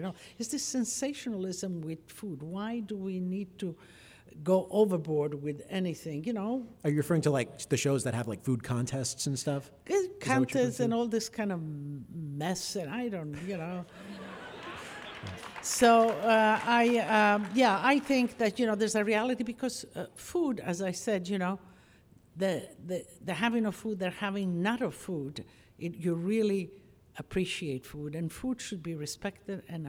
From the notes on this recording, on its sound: Recorded live at The Music Hall in Portsmouth, NH in 2019. This archive program may still contain broadcast elements from the time it aired.